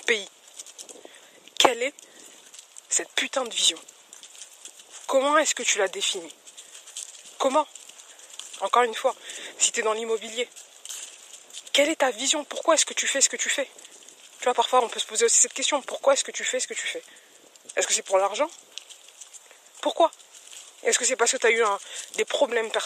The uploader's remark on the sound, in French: C'est l'histoire d'un podcast trop stylé au son tout pourri. J'ai enregistré ce podcast, complètement à l'impro lors d'une balade avec mon chien et le son est presque (complètement) pourri.